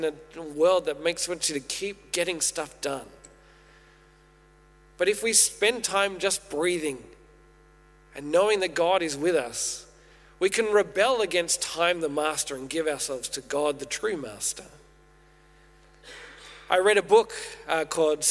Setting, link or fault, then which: setting, large echoing room